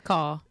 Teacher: The British accent is non-rhotic, which means they drop the R in a lot of their words.